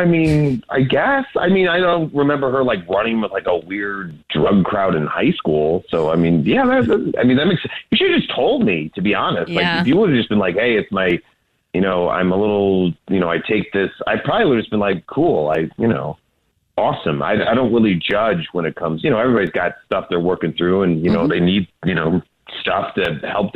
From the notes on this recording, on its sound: We get that other person on the phone.